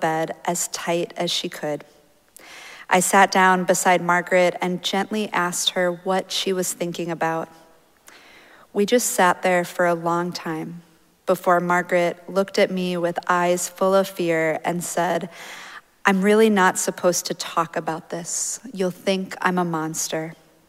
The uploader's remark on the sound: Recorded live at Arlington Street Church, Sunday, March 19, 2023.